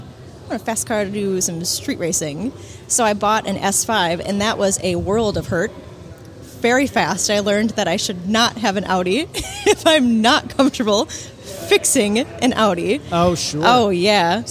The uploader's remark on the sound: This is the the 5th episode recorded at Barber Motorsports Park.